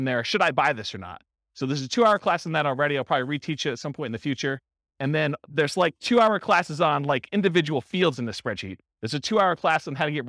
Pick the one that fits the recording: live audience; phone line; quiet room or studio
live audience